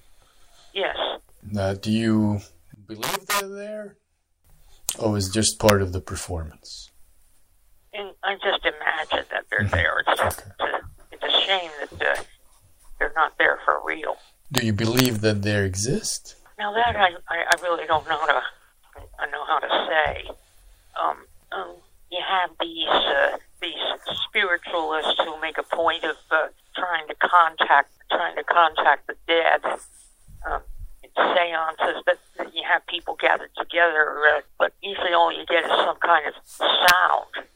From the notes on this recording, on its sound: Live from Cape May. Phone interview.